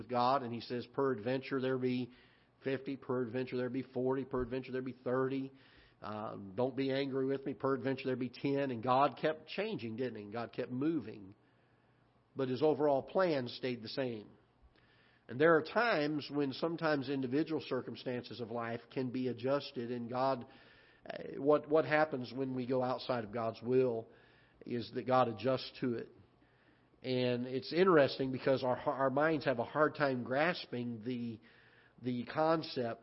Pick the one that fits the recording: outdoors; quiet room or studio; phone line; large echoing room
large echoing room